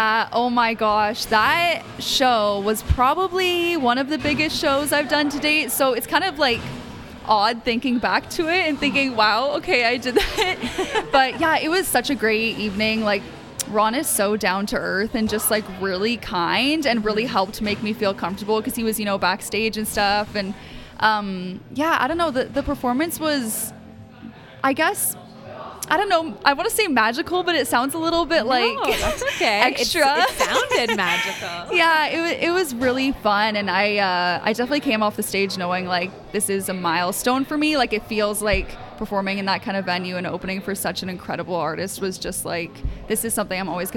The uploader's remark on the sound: broadcasts live from AOK Game Bar, one of Downtown Kitchener's most fun and unique spaces